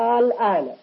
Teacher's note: أتى لنا حرف مد وهو الألف آل وأتى بعده سكون اللام، هذا هو الكلمي المخفف.